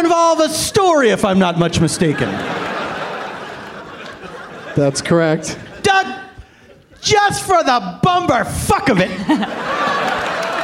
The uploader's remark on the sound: Live from Day 2 of Bumbershoot in Seattle.